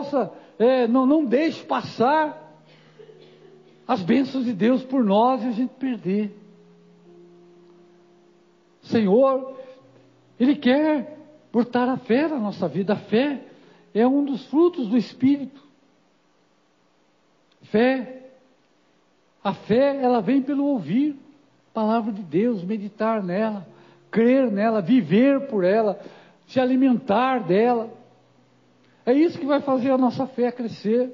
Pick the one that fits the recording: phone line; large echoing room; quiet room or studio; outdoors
large echoing room